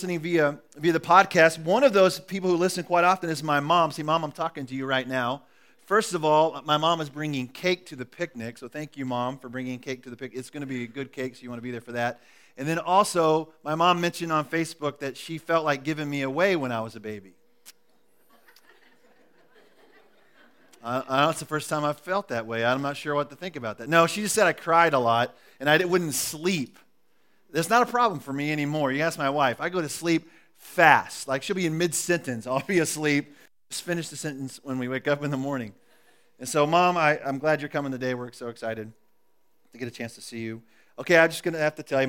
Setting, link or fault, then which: setting, large echoing room